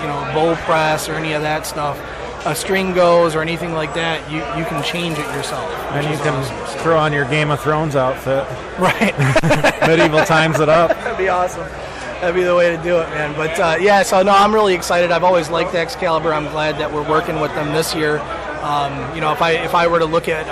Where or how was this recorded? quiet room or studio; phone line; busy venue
busy venue